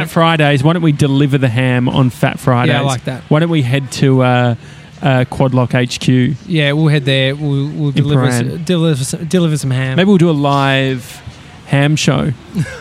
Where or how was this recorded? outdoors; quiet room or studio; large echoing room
outdoors